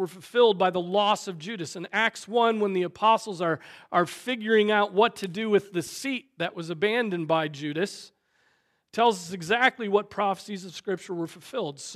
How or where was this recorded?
large echoing room